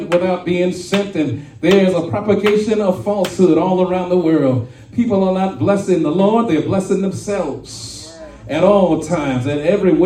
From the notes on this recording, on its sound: shared this message live at RACC on 5/7/23